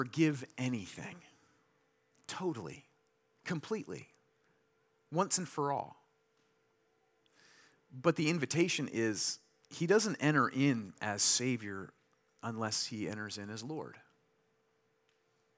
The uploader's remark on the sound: Delivered this sermon during Liberti’s Easter Sunday worship on April 9, 2023.